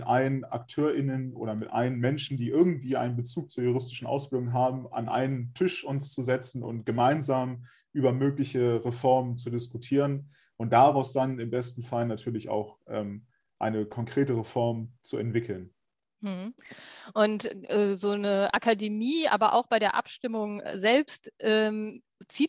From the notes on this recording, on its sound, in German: Das Gespräch fand online statt, daher ist die Tonqualität leider nicht wie gewohnt.